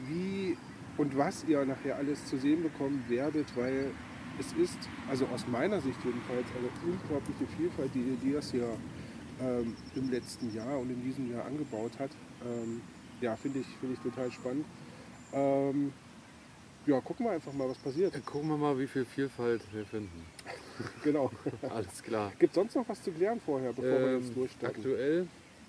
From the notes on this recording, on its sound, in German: Spezial - live aus dem Garten Ede. Podcast als Video.